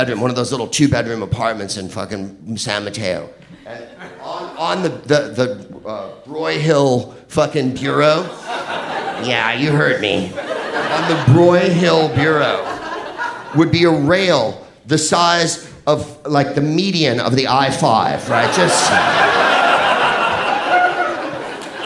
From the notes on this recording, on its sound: Live from San Francisco. At our Feb 2013 Sketchfest show.